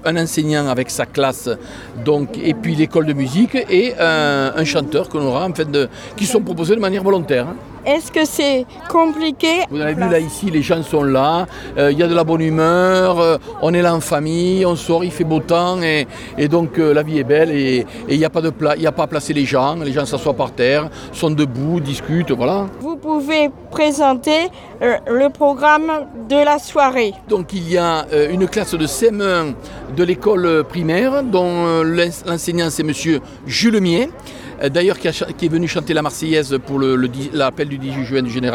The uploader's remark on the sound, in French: En direct de la Fête de la musique